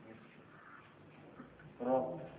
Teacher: التكرير صفة الراء، لكن لا تبالغ فيه. راء، لما تكرر الراء تسمع اللسان تكرر، لكن لا تقول الراء، إذا بلغت فيتولد منها راءات كثيرة.